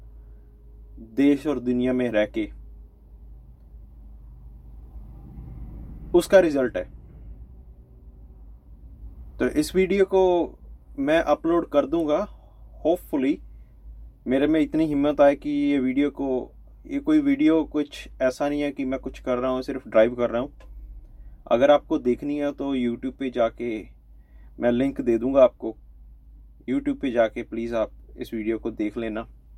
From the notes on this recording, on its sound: while driving